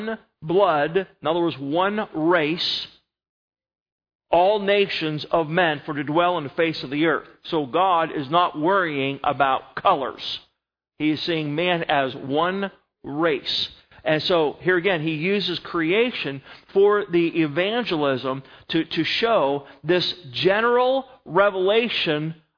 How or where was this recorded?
large echoing room